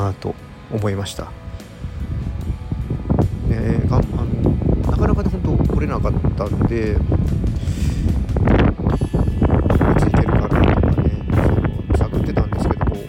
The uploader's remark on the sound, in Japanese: うちゅうブルーイングのタップルームに行ってみた！外で収録したため、風の音が強く入っています。